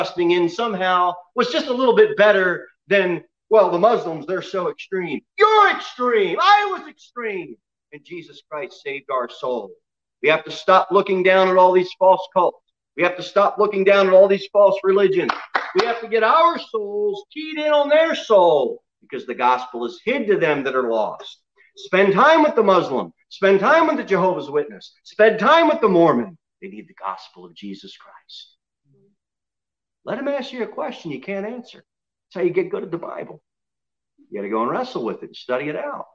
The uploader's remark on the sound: Sermon delivered at Pilgrim Baptist Church on Thursday, January 21, 2021, at 6:15 pm